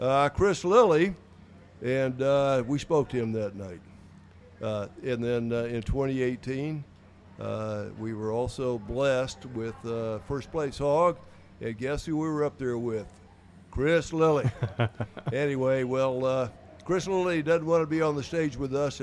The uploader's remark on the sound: live at The Jack Daniel's World Championship BBQ Invitational